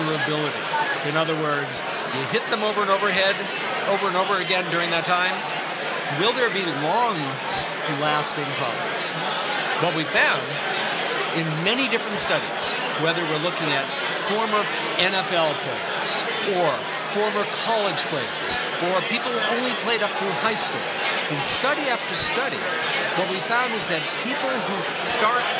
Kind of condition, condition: setting, busy venue